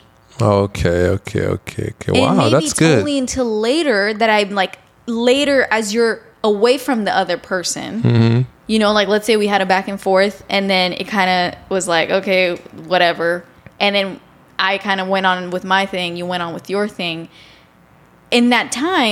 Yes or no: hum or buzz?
yes